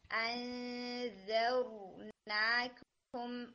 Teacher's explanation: रॉ को यहाँ पर हम हैवी रखेंगे, कौफ के मखरज को टंग लगा हिट करें।